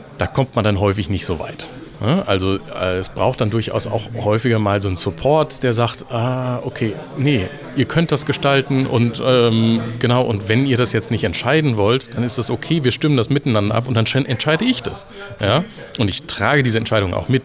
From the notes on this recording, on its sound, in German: die auf der Agile-Lean International Conference 2019 in Frankfurt aufgenommen wurde